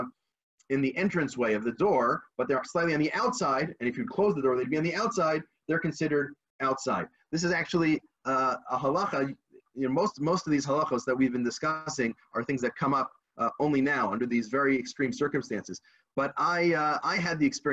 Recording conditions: video call